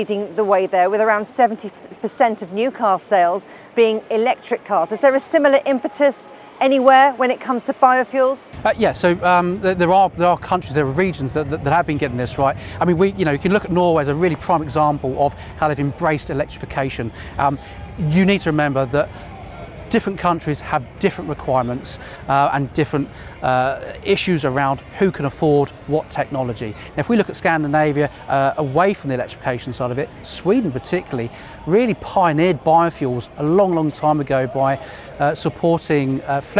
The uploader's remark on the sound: we're on the road at the British motor show